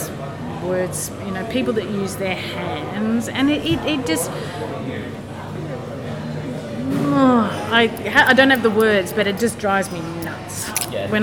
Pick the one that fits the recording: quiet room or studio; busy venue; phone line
busy venue